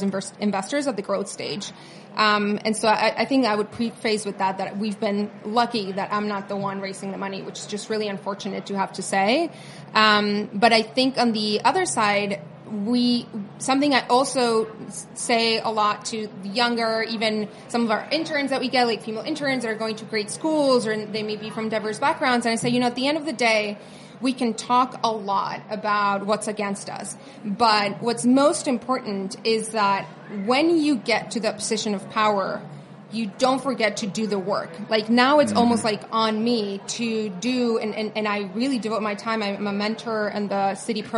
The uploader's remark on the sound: This week, we’re sharing another conversation from our series of interviews at the Web Summit conference earlier this year.